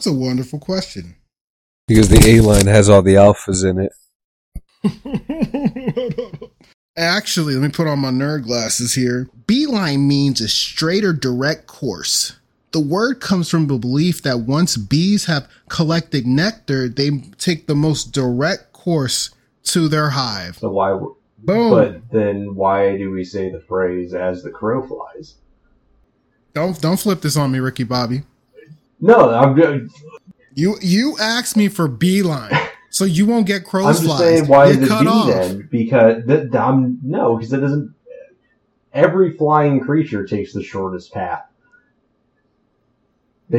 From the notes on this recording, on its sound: Please note we experienced some microphone issues and we're currently adjusting for future episodes.